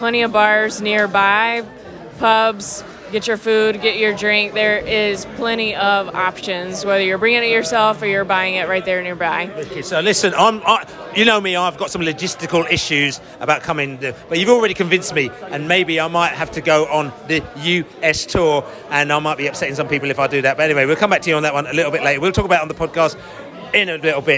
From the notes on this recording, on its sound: Post-Match Podcast from the Stands. In the Globe after the match.